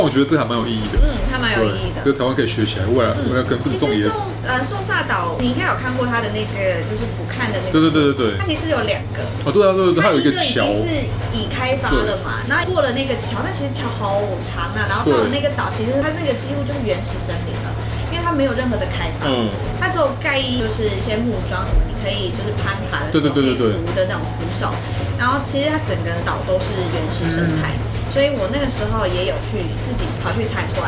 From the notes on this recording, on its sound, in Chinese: 錄音地點： SUGARbISTRO 小食糖